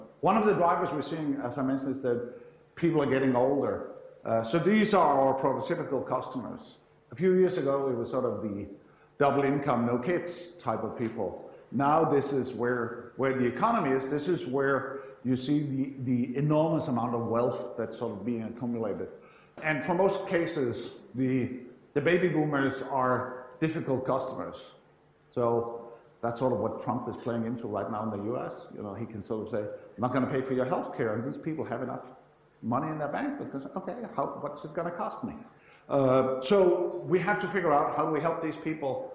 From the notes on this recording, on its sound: IFE Grand Challenge Lecture, recorded 14 July 2017 at QUT